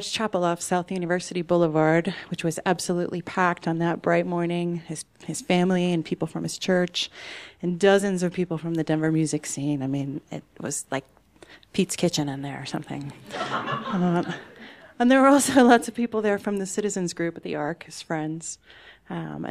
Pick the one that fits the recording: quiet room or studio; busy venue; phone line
busy venue